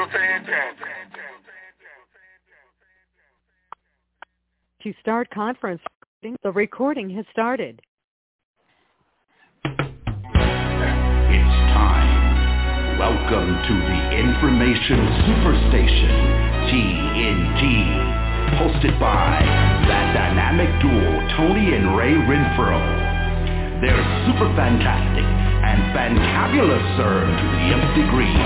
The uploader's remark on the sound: TNTSuperfantastic Conference Call